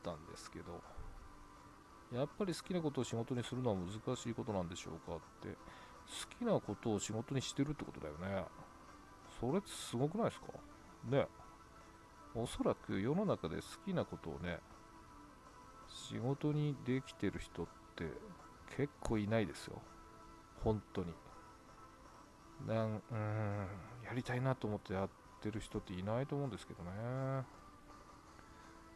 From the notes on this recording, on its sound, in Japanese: 深夜の収録なので全体的に小さめの音ですごめんなさい。